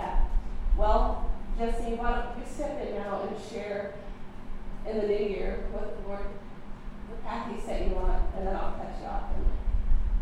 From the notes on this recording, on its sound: recorded at our June monthly gathering